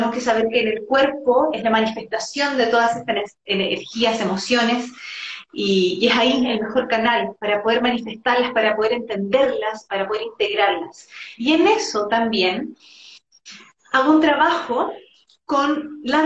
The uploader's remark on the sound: decidimos hacer un Live en Instagram